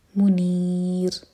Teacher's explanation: را کو باریک کرنے کے لیے زبان کے صرف ٹپ یوز ہوتی ہے